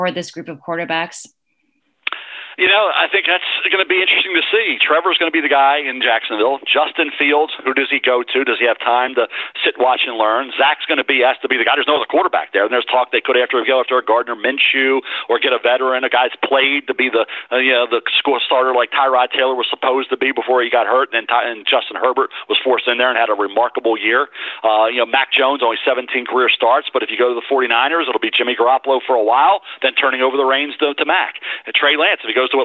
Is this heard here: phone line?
yes